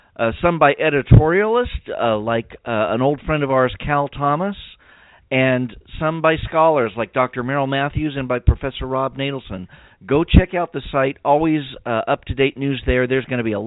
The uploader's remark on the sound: we'll try to leave time for your phone calls